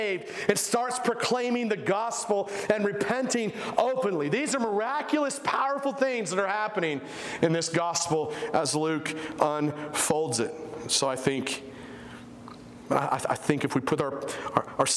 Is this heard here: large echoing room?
yes